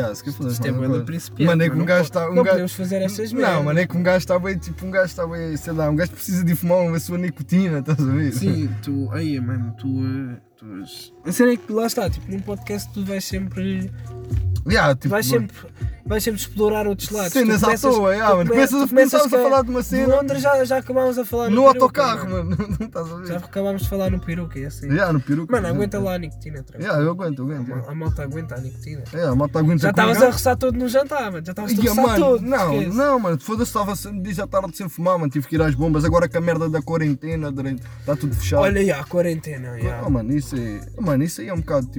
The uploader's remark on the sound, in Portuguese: Primeiro episódio no carro da avó!